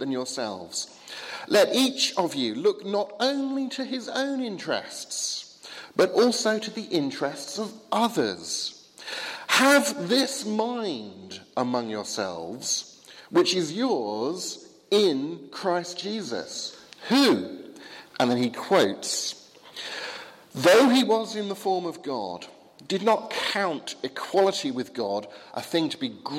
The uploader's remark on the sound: Sermon from the 8 am service at Highfield Church Southampton, Palm Sunday 2016.